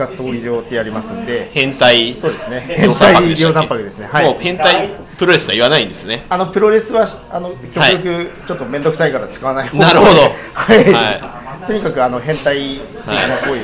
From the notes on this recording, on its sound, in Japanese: 久々に公開収録を行いました